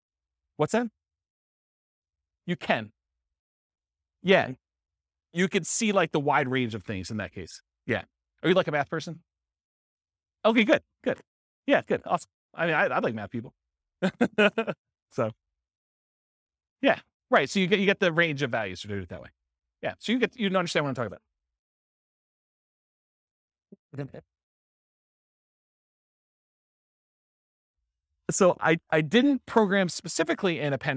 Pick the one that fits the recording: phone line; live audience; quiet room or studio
live audience